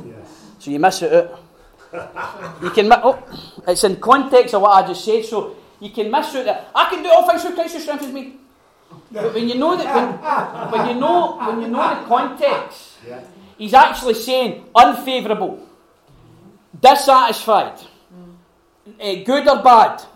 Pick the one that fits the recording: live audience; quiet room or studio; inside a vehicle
live audience